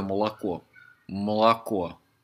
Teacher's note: то, что в лингвистике называется шва, да, то есть безударная гласная. Вот, полностью безударная гласная, да.